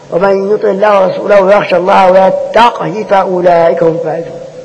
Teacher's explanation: حفص بسكون القاف واختلاس كسرة الهاء